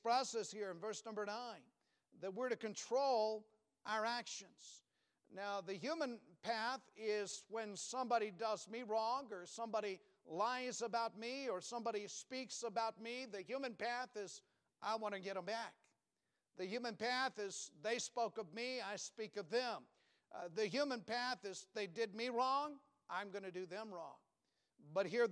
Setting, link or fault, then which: setting, large echoing room